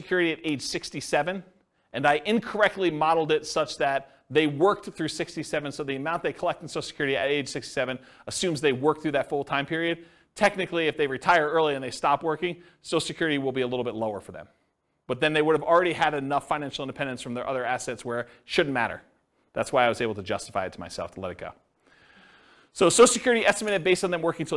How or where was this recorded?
live audience